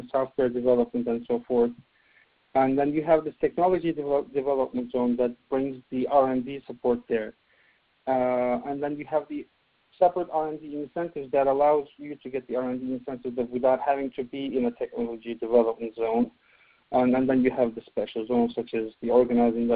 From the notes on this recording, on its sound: During this teleconference